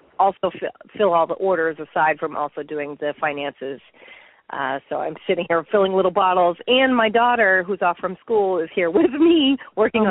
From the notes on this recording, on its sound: Makes phone calls to five business owners from all over the city.